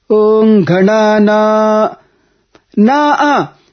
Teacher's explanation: but the second letter, second syllable, Na, goes up twice. · Term: Dirghaswarita